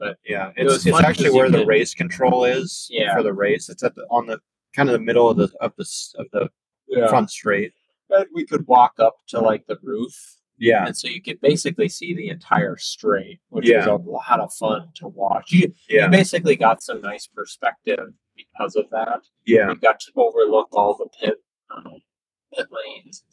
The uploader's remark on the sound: Taycan on the way back from the IMSA race at Road America.